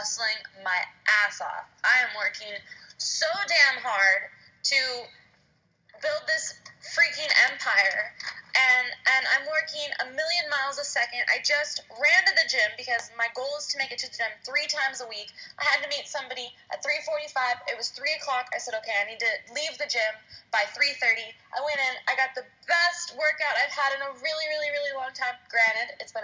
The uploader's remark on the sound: Coming at you in the car, running to an appointment.